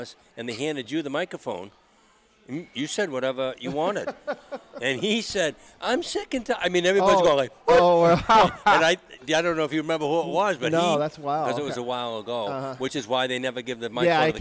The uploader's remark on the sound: broadcast live from Gridiron Restaurant